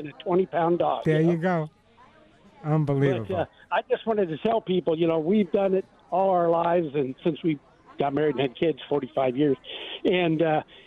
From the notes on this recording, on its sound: This is a live broadcast at the grand opening of Teresa's Country Feed and Pet in Tarzana, where viewers are encouraged to join in person.